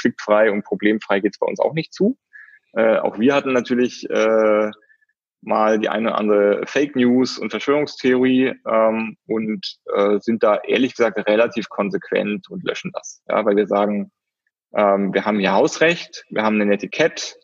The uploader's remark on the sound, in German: Der Podcast ist dieses Mal der Mitschnitt eines Livestreams des Digital Social Summit, der virtuell in Berlin stattgefunden hat.